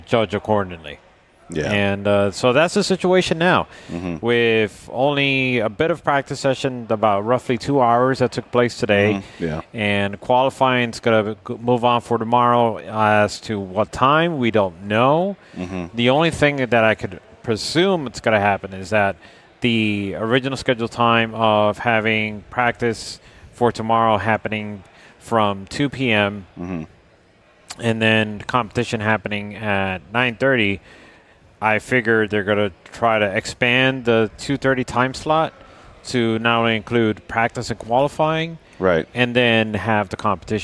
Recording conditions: busy venue